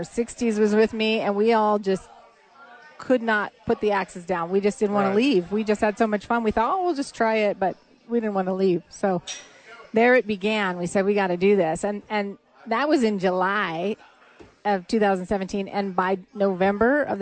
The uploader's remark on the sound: live from ABQ AXE